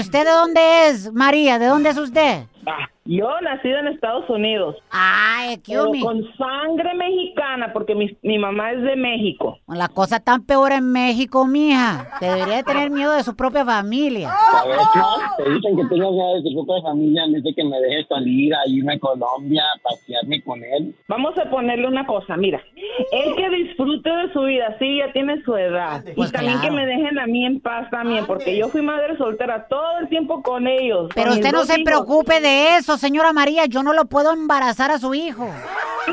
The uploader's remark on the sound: We opened up the phone lines to hear what our listeners hid from mama y papa growing up.